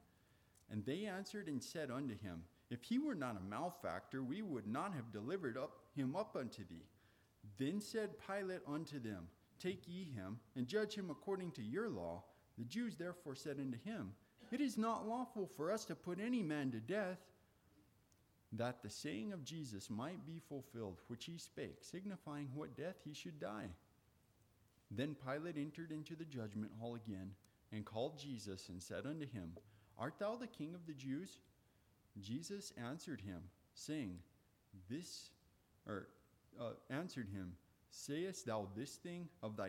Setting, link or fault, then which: setting, large echoing room